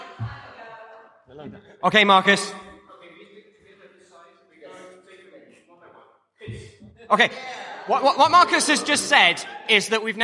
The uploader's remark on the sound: Three microphones. A boisterous studio audience.